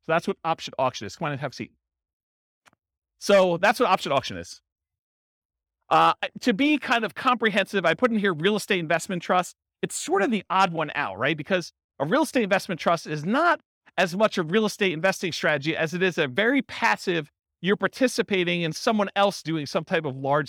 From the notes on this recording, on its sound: This was a live class recorded